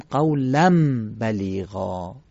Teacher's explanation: تنوین به جای نون ساکنه میم ساکنه خوانده میشه، که این در تجوید معمولا مطرح میشه و بهش میگیم قلب به میم.